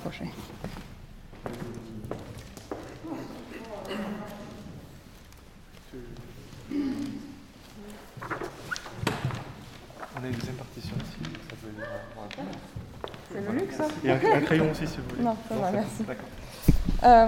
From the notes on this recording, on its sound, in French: En public, dans le foyer du Théâtre du Châtelet. Les micros de Metaclassique capte cette session.